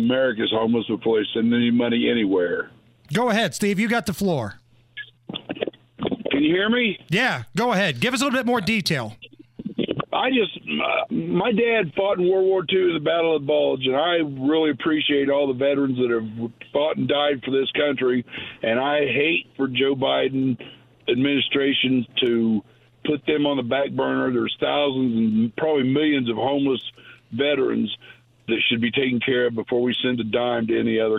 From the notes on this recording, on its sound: WIBC listeners call in the show